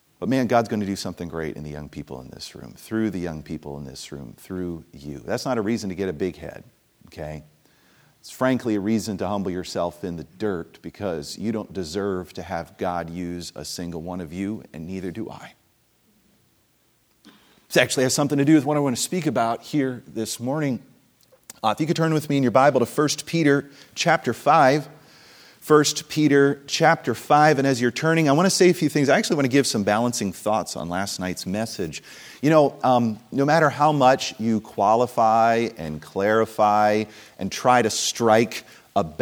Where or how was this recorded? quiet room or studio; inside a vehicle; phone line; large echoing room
large echoing room